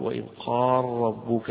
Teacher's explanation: قراءة الجمهور، وإذ قال ربك ببيان اللام المفتوحة، هنا قال ربك قراءة أبي عمرو ويعقوب بإدغام اللام في الراء هنا، فيقول: وإذ قال ربك، هذا يعتبر من الإدغام الكبير لهم